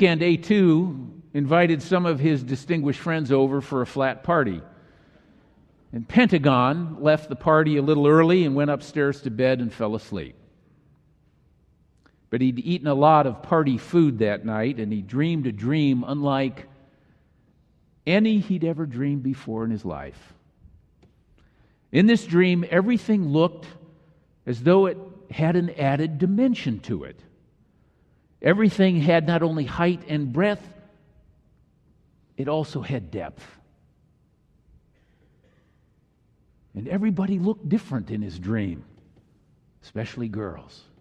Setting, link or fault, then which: setting, large echoing room